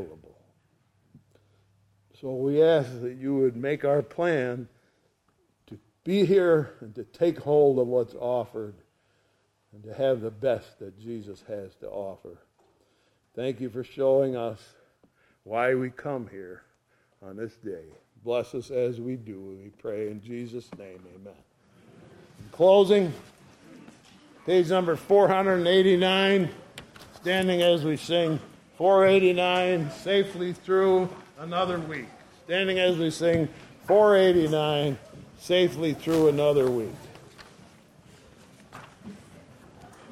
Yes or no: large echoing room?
yes